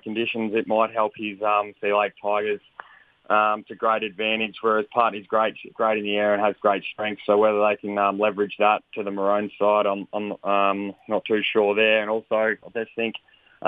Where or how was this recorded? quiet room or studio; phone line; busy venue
phone line